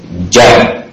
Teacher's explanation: jadi enggak seperti sya, udaranya tidak mengalir · Term: jim